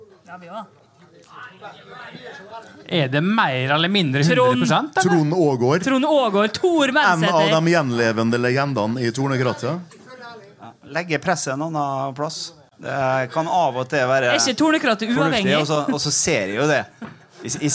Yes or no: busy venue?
yes